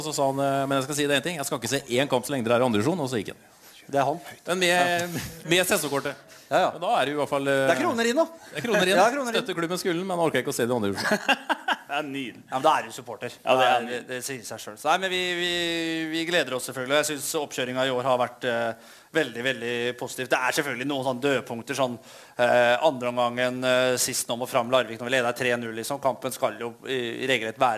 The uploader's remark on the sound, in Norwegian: Livepodkast. Forsøkte seg på en live-podkast fra Litteraturhuset.